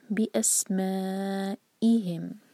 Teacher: حمزہ کو cut off sound کے ساتھ کلیئر پڑھیں گے